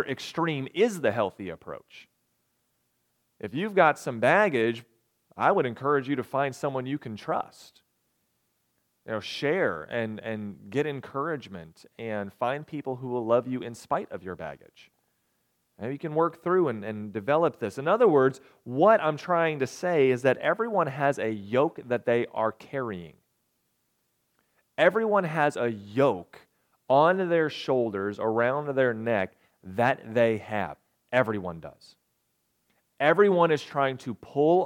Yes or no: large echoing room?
yes